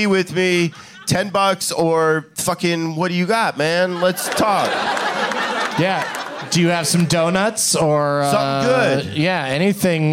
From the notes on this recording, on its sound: Live from the Punch Line in Sacramento